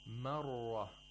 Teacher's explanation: the ra has tafkhim because it has a fatha. It should be pronounced with the full mouth practically.